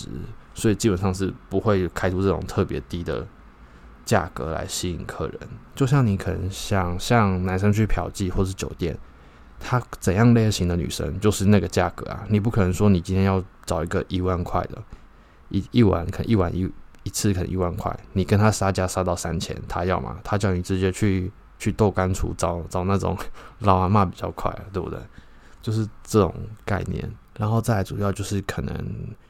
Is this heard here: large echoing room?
no